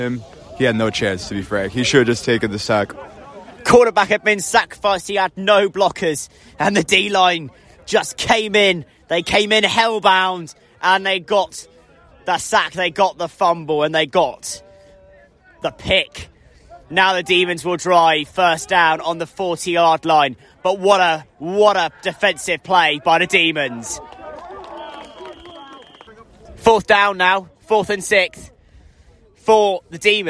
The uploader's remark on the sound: Live commentary from the Rubber Crumb